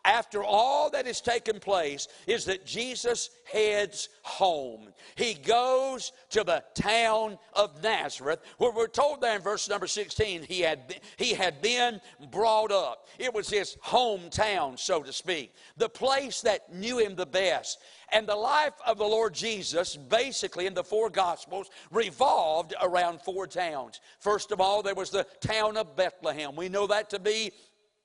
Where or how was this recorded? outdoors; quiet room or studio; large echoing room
large echoing room